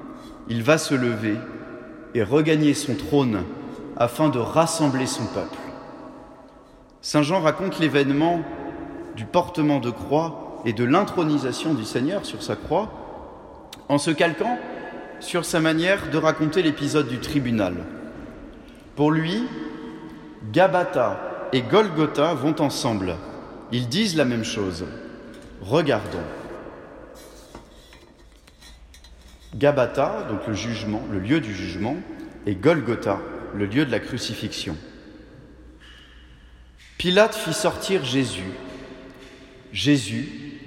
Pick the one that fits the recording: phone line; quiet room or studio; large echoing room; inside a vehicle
large echoing room